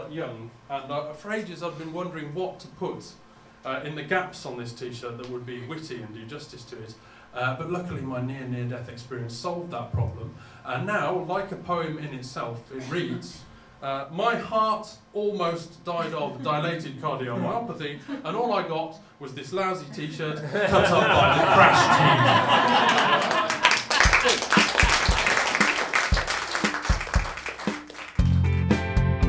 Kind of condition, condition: setting, live audience